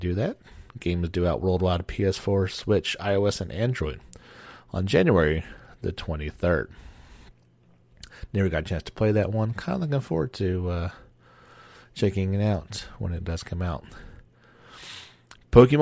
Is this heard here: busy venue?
no